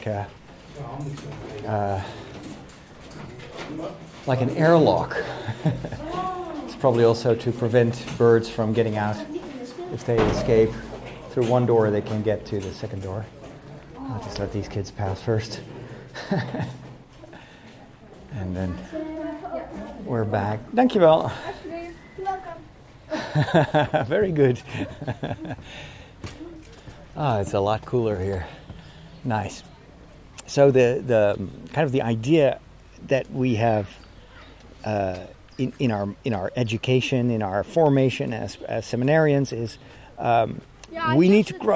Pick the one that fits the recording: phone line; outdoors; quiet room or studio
outdoors